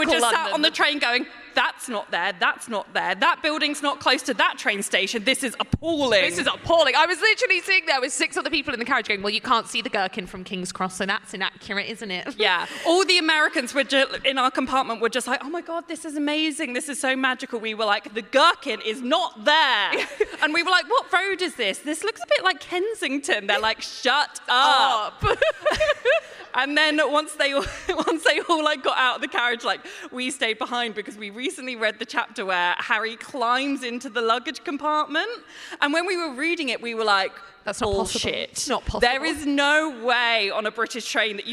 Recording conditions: live audience